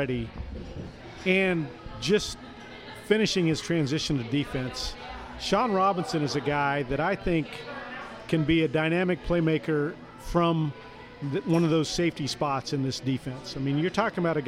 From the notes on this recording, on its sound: live from Manhattan Brewing Company